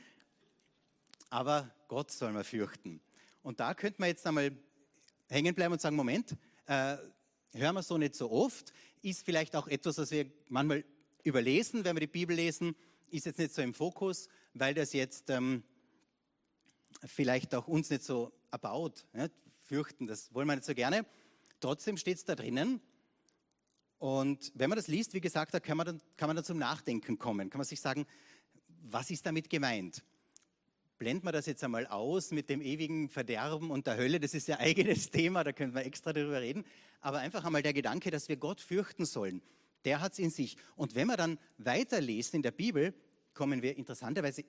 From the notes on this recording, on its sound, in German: Gottesdienst live aus der LIFE Church Wien.